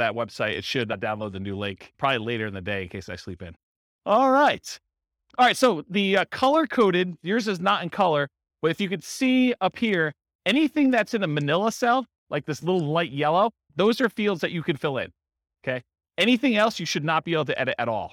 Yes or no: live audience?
yes